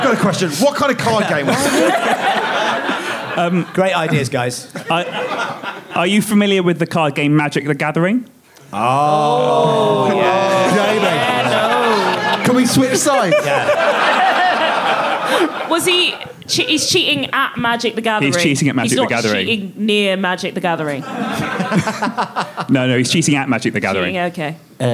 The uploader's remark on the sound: Recorded live at The Phoenix pub.